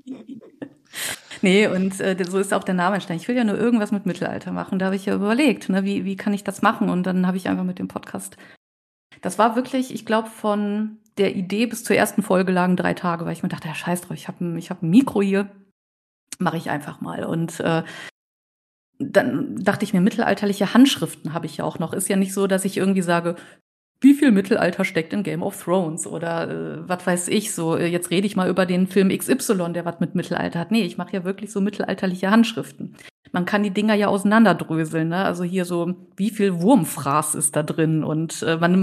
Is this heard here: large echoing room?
no